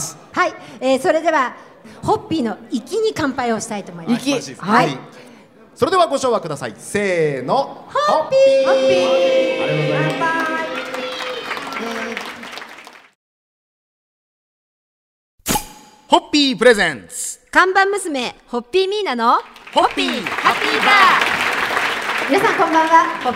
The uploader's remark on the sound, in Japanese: ホッピー発売70周年記念パーティ 帝国ホテル公開収録。